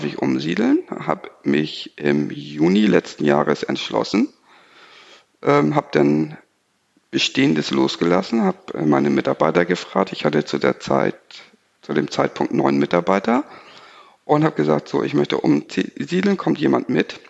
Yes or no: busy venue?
no